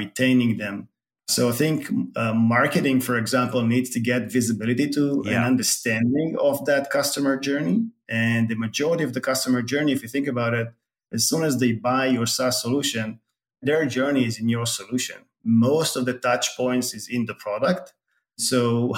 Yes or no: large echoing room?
no